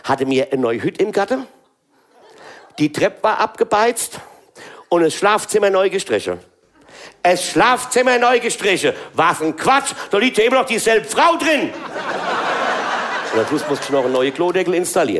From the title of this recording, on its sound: RVH Live in Koblenz